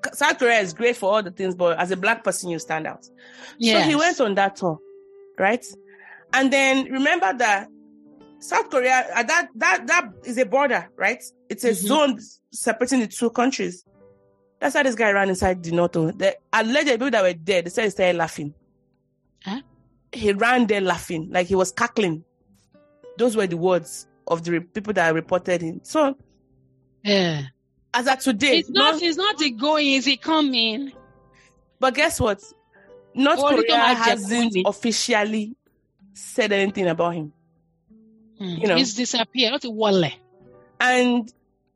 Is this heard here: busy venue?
no